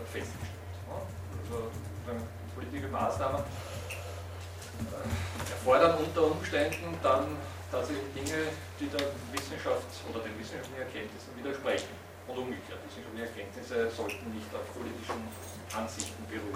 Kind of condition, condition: setting, large echoing room